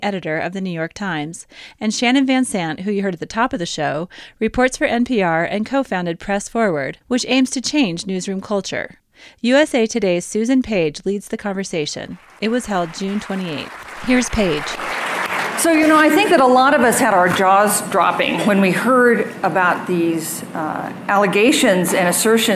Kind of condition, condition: setting, busy venue